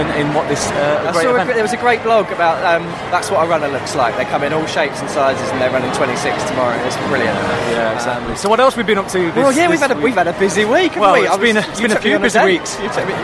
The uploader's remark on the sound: Virgin Money London Marathon Expo. The Do More Good podcast comes live from the London Marathon expo.